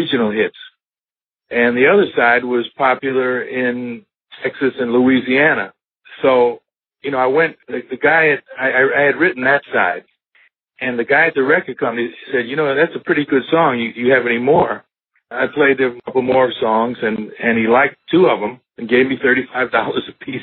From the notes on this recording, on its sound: This episode features a telephone interview.